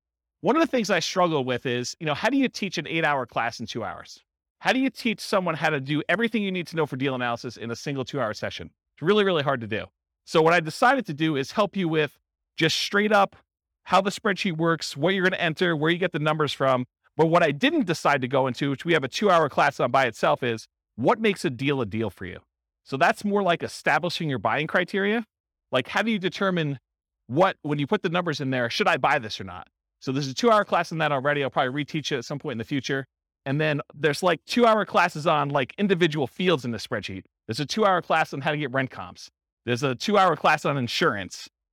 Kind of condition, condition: setting, live audience